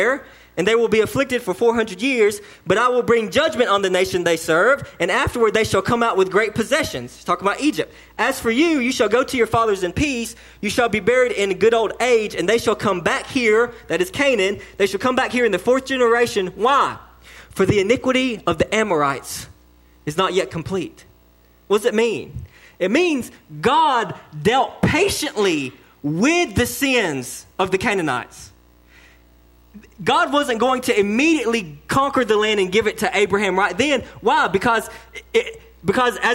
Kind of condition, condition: setting, large echoing room